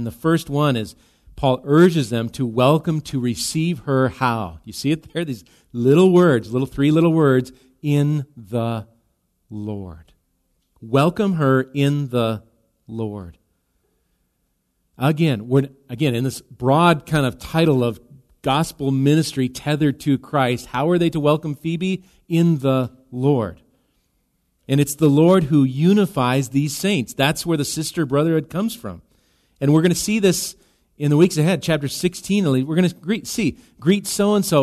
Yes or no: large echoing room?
yes